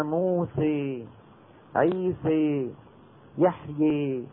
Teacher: الألف الممالة إمالة كبرى نتجت من خلط الألف بالياء بنسبة 50 إلى 50%، وصوت ثاني هو الألف المقللة أو الإمالة الصغرى أو بين بين ونتجت من خلط الألف بصوت الياء بنسبة تكون فيها الألف ذات حظ أوفر من حظ الياء.